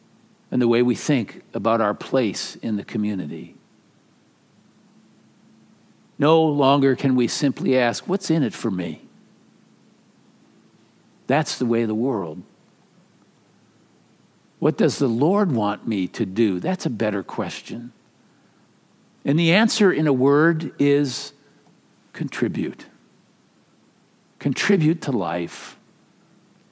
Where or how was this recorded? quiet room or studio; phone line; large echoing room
large echoing room